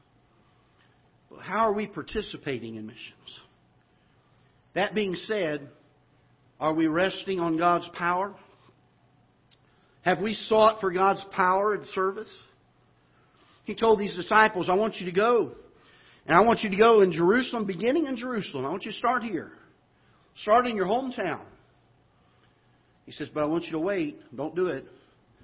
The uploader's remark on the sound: Ketha Heights Baptist Church ~ Live Broadcast